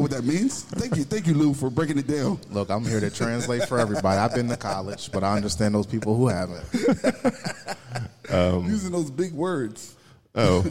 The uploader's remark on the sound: go live from Autumn Arch Beer Project